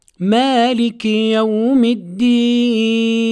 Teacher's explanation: لابد من مراعاة إتمام كسرة الكاف من كلمة مالك